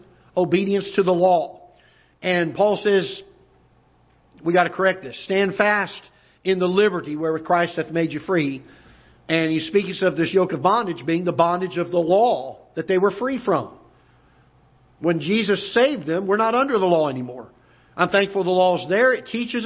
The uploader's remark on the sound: Ketha Heights Baptist Church ~ Live Broadcast